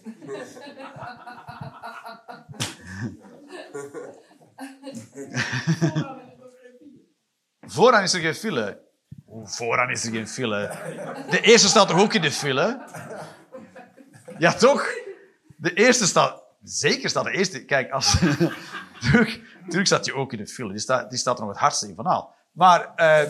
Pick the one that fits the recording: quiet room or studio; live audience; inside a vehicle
live audience